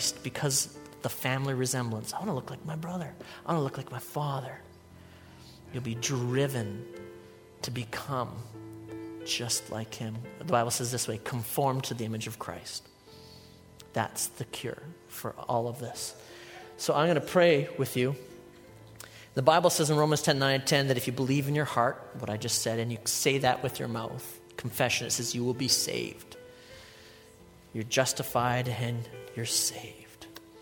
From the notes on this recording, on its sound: a sermon I delivered at Life Church